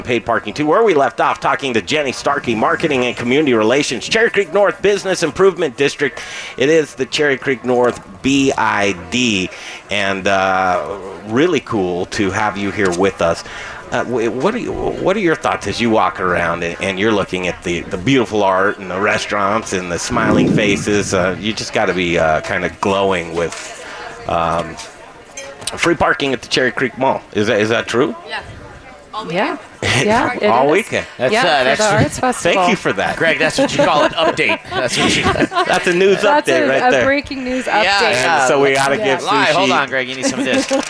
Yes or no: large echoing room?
no